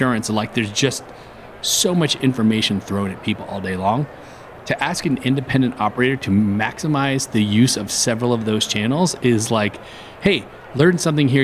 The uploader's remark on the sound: Lightning Interviews at Bar & Restaurant Expo. I was out there in Las Vegas giving two talks to the crowd... I also had the opportunity to podcast live from the trade show floor. I did a series of lightning interviews with some vendors, sponsors, and operators in attendance.